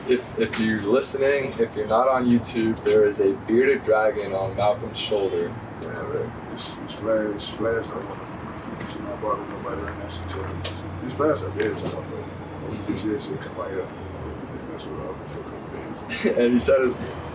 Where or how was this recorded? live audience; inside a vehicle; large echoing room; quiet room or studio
inside a vehicle